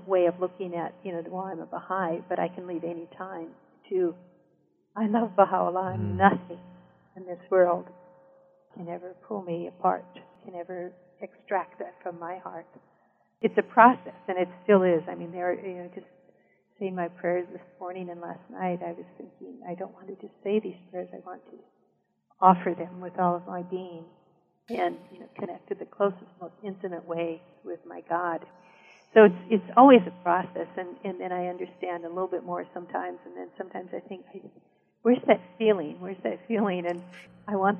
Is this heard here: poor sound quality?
yes